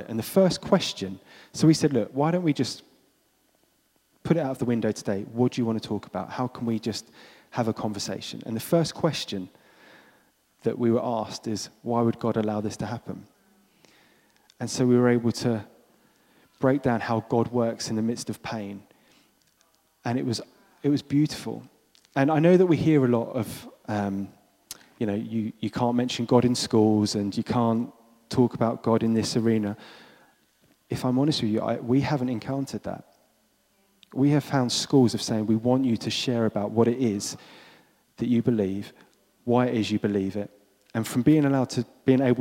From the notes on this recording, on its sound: This was recorded at Skylark Church on 27th October 2019.